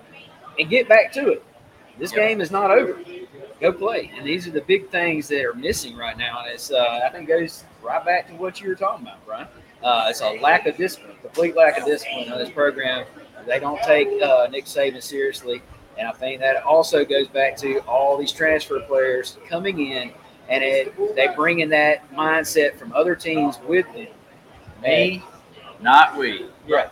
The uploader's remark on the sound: Fall Line Brewery remote broadcast